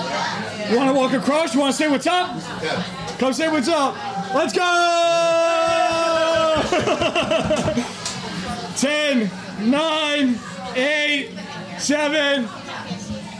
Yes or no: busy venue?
yes